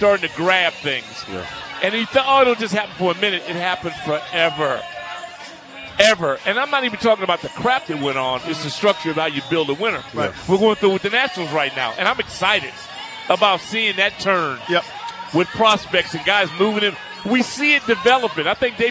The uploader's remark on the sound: live from the Burgundy & Sold Party